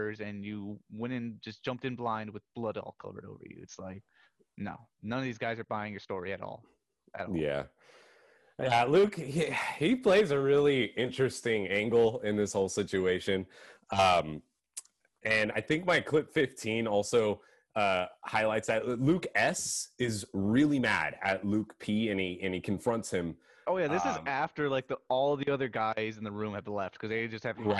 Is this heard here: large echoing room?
no